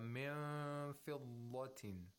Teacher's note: The nun sakina is not pronounced from its original place of articulation. Instead, you have to approximate the place of articulation of fa. By approximation, we mean the articulator should get close to the place of articulation of fa. · Term: ikhfa